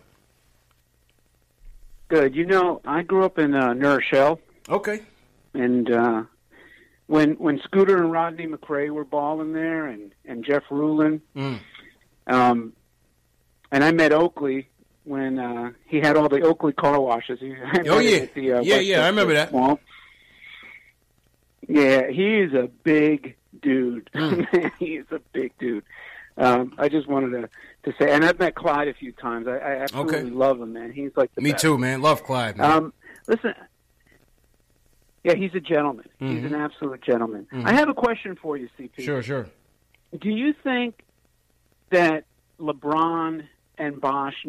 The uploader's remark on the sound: Knicks Post Game Live. Takes live phone calls from fans around the world.